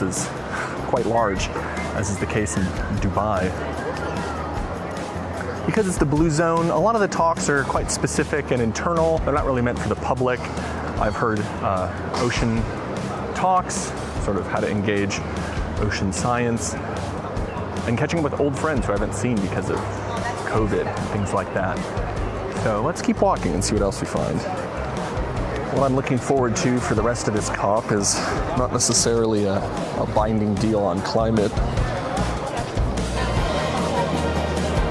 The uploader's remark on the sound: Live from COP28. Live from Dubai! He jump-starts this new season by going to COP 28, what might be the most important climate negotiations ever…or not.